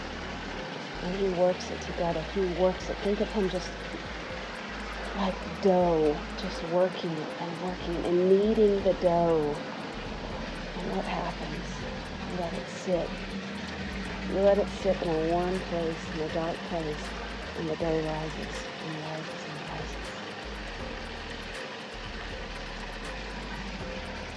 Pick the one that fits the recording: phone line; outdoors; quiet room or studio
outdoors